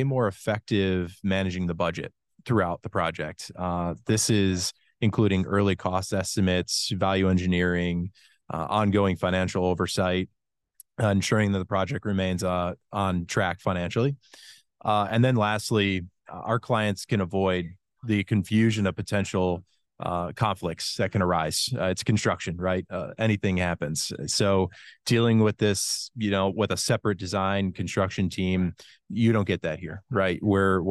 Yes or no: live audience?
no